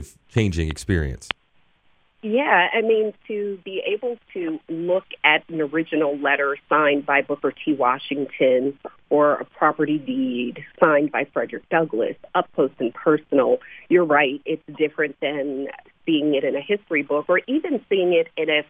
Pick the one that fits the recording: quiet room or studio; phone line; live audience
phone line